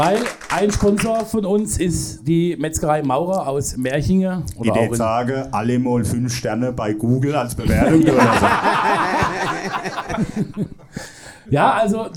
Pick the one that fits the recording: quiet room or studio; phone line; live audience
live audience